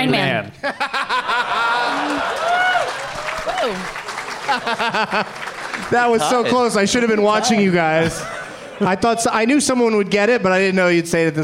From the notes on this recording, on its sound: Live from the Helium Comedy Club in Portland, OR